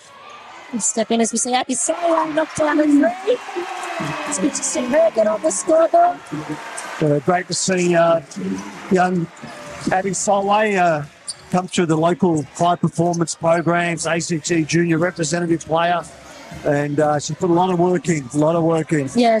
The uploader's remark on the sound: We’re LIVE from the National Convention Centre in Canberra. Despite a tech hiccup we are able to get most of our pre-game chat before tonights live call.